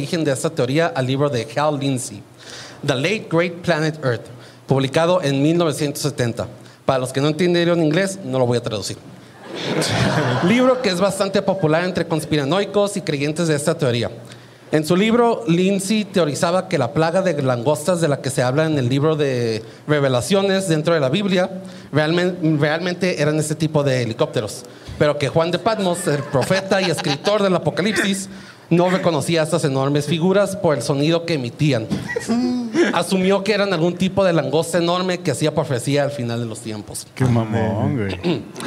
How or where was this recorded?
live audience